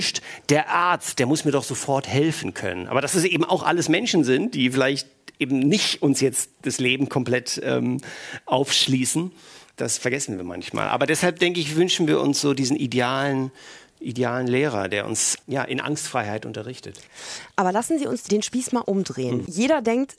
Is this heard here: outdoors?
no